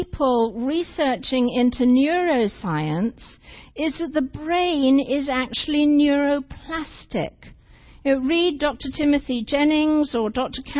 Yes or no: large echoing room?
yes